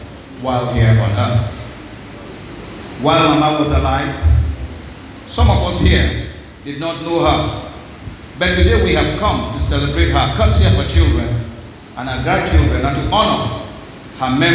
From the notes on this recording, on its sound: This message was preached at Our Saviour's Christ Army Church Cathedral in Okrika on December 9, 2023